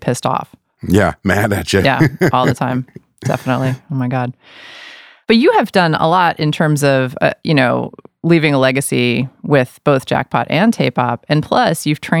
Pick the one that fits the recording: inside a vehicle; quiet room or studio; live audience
quiet room or studio